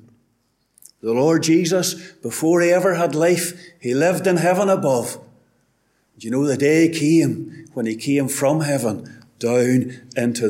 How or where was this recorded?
large echoing room